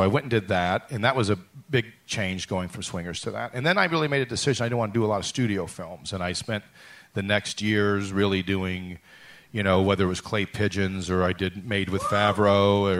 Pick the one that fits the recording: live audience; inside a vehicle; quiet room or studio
live audience